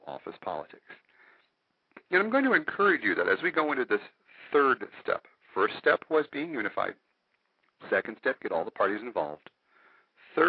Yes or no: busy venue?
no